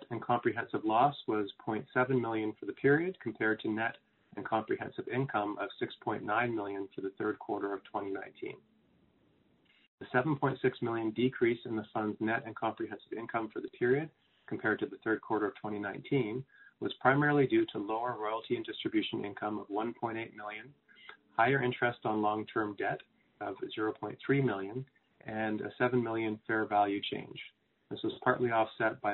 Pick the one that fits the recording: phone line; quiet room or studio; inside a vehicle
phone line